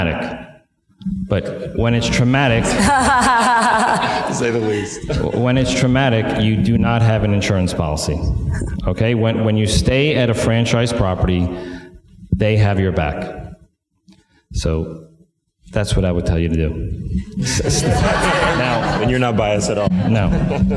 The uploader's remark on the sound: Please enjoy our live conversation